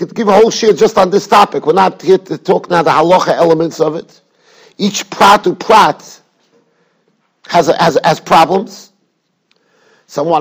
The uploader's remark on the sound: Shiur recorded in Yeshivas Ohr Reuven, Monsey, NY.